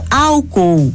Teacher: a pronúncia permaneceu sem alteração, proparoxítona, com a antepenúltima sílaba tônica